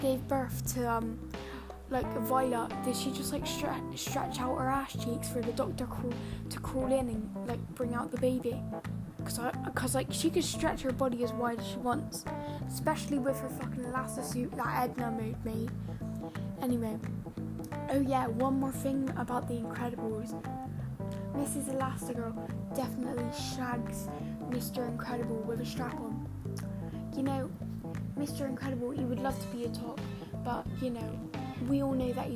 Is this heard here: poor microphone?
yes